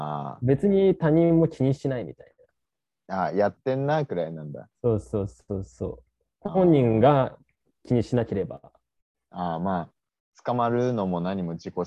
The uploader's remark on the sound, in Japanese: お互い新天地にてお送りしております。太平洋を挟んでおりますので多少のラグ、音声の不備ご了承くださいませ。